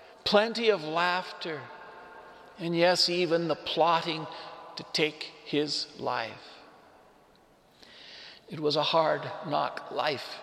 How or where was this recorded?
large echoing room